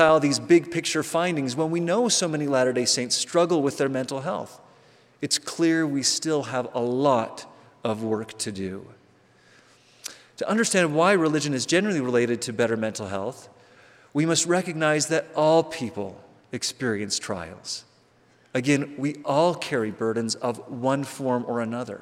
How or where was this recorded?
live audience